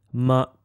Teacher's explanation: But there is also an additional neutral tone, used primarily in northern China, and which can be thought of as being toneless and is pronounced soft and short and sounds like ma.